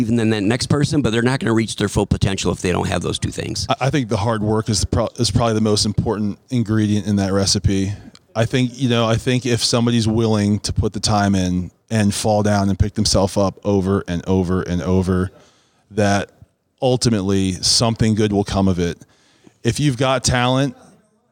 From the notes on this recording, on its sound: Recorded during Fabtech 2019.